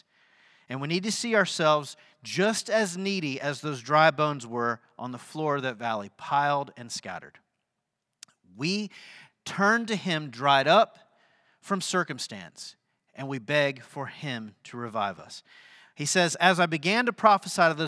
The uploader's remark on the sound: Sunday sermon at The Fellowship in Nashville